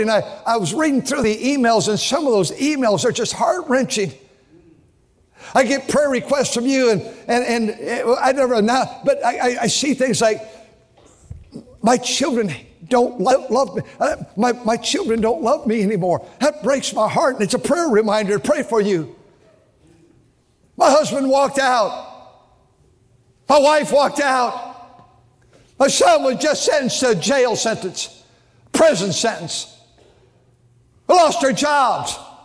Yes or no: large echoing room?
yes